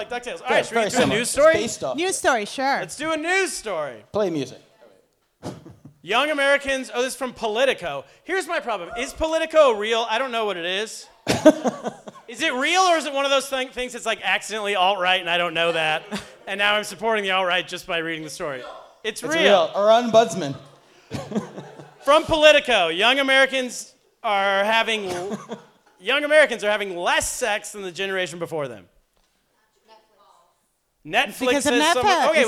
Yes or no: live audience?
yes